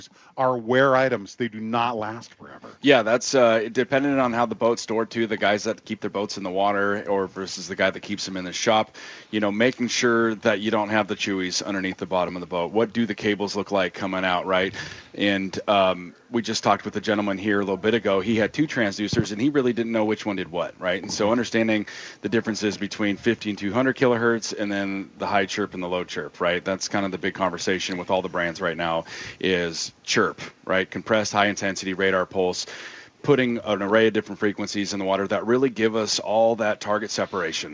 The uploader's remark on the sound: live at Three Rivers Marine for the Bring Your Own Boat Event